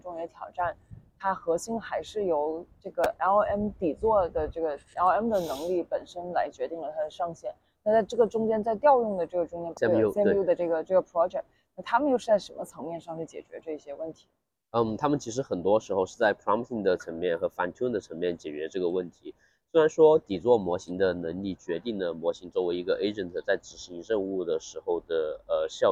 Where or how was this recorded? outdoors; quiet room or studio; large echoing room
outdoors